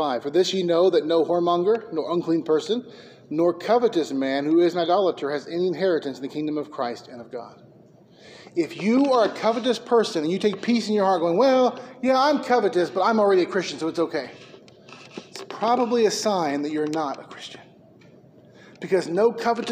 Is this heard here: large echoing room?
yes